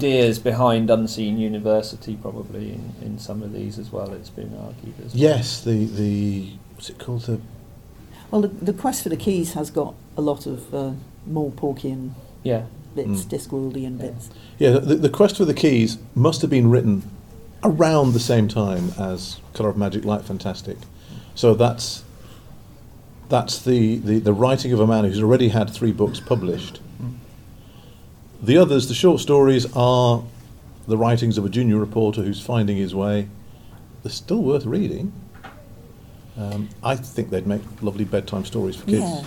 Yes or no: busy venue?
yes